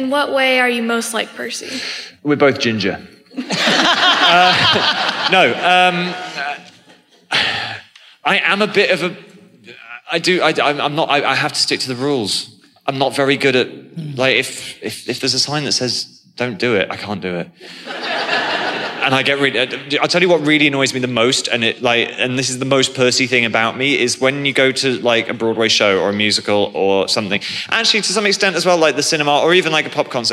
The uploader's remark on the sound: Live From LeakyCon 2018.